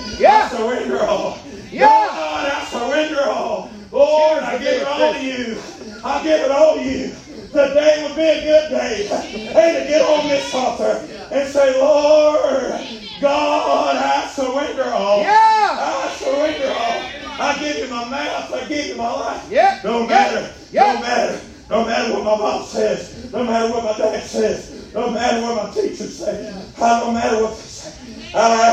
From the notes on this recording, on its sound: Preaching live from Still Water Baptist Church.